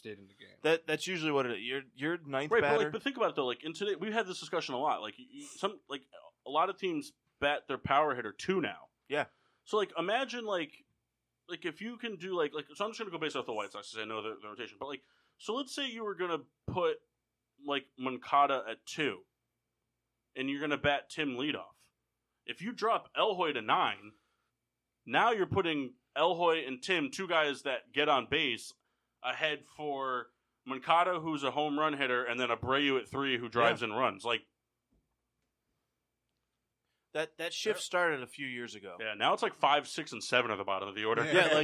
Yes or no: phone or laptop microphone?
no